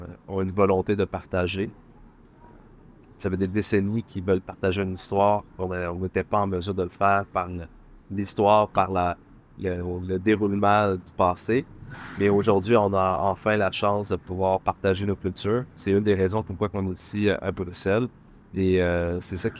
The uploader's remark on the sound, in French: En direct des Plaisirs d'hiver à Bruxelles. Une rencontre merveilleuse et riche de découvertes mais un peu bruyante au vu de la situation de l'enregistrement !